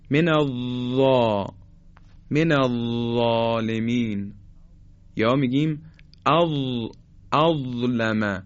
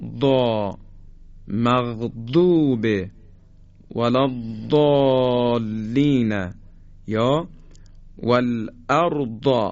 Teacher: حرف ضا دیگه صفت استطاله نداره. نوک زبان مثل حرف ذال برخورد میکنه به بالای دندانهای، نوک دندانهای صنایع بالا به این شکل، من ضا من الظالمین، یا میگیم اظلمه.